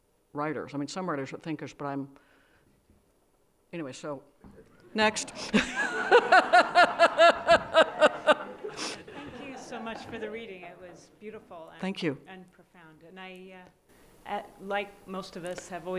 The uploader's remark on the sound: talk at Smoke Farm 2018